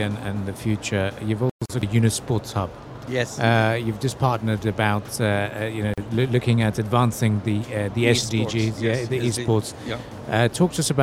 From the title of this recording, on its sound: Live from IGCF 2022